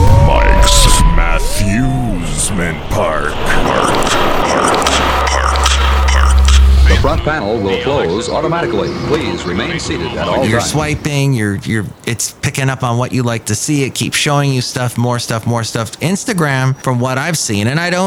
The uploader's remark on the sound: Podcasts live from Café Anyway.